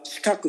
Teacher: 二つの無声音の間にあるときは、無声化してしまいます